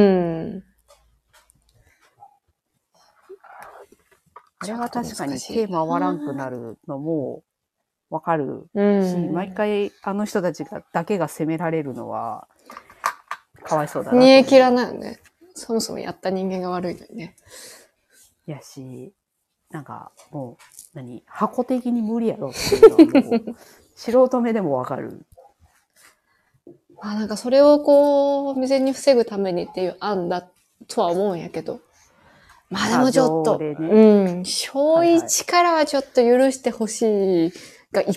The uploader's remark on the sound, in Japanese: 収録なので、リアルタイム情報ではないです。子どもの声が入っています。コラボ収録。Stand.fm。